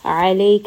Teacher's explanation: ayn, again, is going to be from the middle of the throat